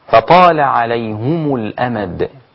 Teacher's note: قرأوا بضم الهاء والميم معا مع الوصل